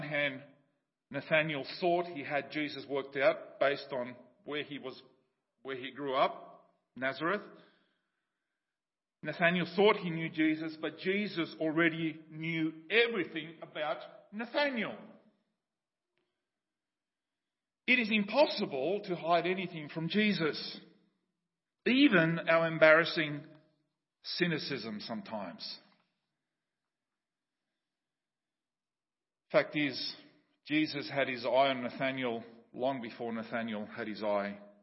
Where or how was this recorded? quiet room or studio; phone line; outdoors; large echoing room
large echoing room